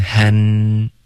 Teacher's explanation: 听不到 N、要顶舌尖 Hen 然后再嘟嘴 Henry